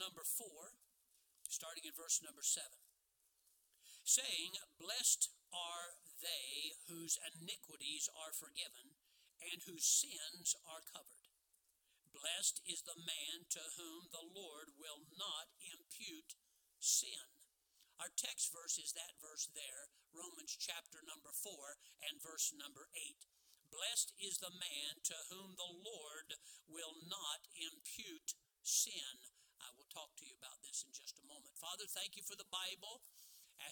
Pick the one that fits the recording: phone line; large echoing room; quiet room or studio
large echoing room